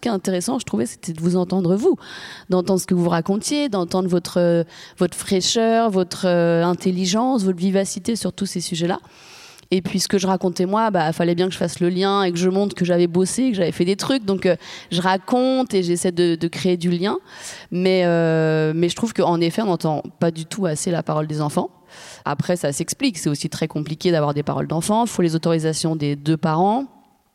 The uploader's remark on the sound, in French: Cet épisode bonus a été enregistré à l’occasion de l’écoute en avant-première de « C’est quoi l’amour, maîtresse ? Lors du Festival du Film Féministe des Lilas (93). Théâtre du Garde-Chasse (Les Lilas).